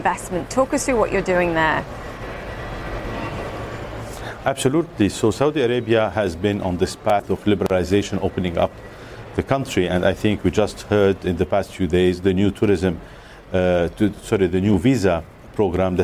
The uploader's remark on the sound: live from the New York Stock Exchange